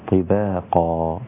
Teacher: وإذا وقفت على كلمة طباقا وقفت عليها بالألف هكذا طباقا، وهذه الألف تسمى، أو هذا المد الذي في نهاية الكلمة يسمى مد العوض، عوض عن التنوين بالفتح.